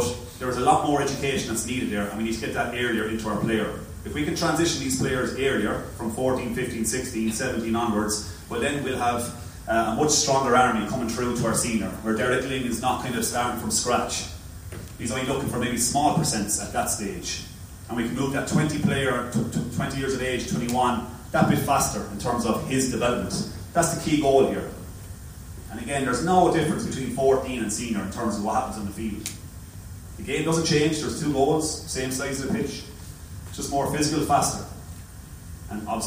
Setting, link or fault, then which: fault, poor sound quality